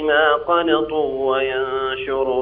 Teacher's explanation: بين الواوين من بعضهما في قنطوا وينشر هذا يسموه مد التمكين يعني بين الواو الأولى من الواو الثانية لأنهم مش مدغمتين في